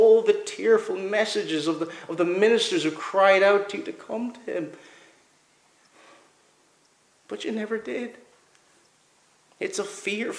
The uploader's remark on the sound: Preached at Kellswater Reformed Presbyterian Church